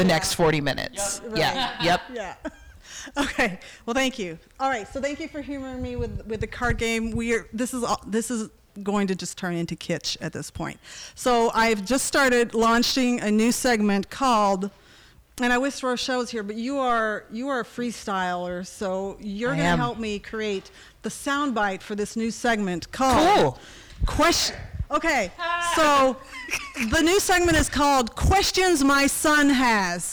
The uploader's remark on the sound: Comedy Wham Live: From 2023 Lysistrata Comedy Festival